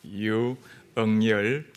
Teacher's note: Ryu is like a U, but we Koreans do not pronounce R in the first syllable, so we Koreans pronounce just U.